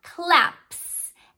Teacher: We had claps, and that's because the letter before the S, p, p, it doesn't turn our voice box on. So this letter S, s, makes the s sound. It doesn't turn our voice box on.